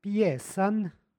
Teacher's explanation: Izgovorili smo pjesan sa takozvanim nepostojanim A i tvrdim N na kraju reči